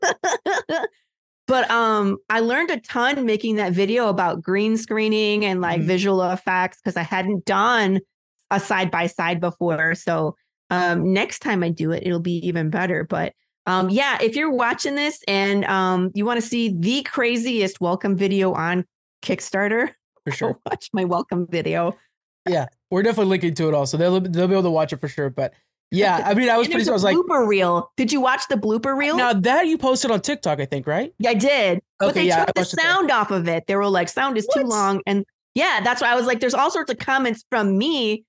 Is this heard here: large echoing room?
no